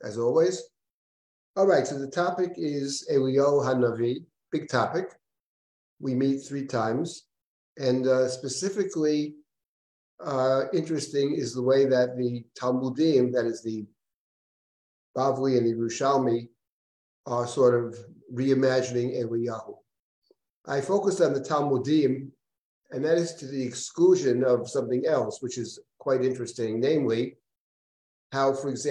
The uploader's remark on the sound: This audio was originally captured from Zoom